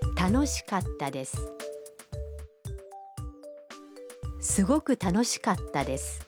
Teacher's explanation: Katta is pronounced with a brief pause in between ka and ta.